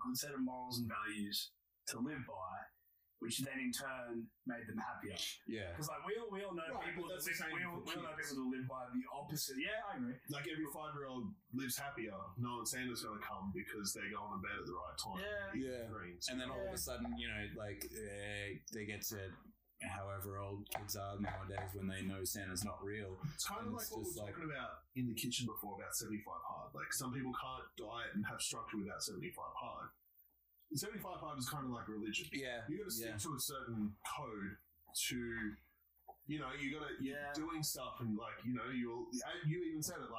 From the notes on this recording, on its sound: Due to some unforeseen circumstances the audio quality on this episode is a little iffy, we did our best !!!